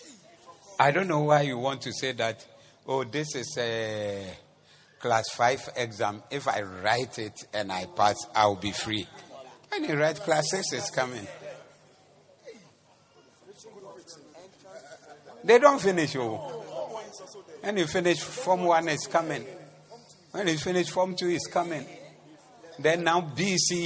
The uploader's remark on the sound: Preached at the Zeloo Service 02042023